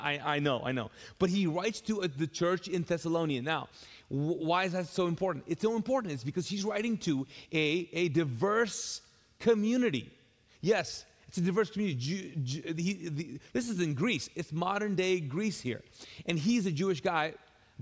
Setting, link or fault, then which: setting, large echoing room